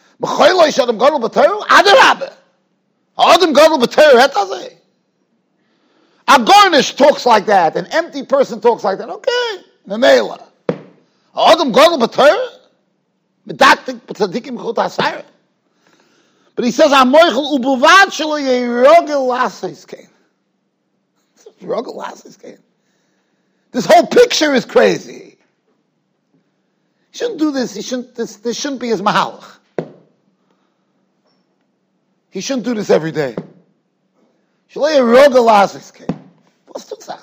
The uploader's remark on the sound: Shiur recorded in Yeshivas Ohr Reuven, Monsey, NY.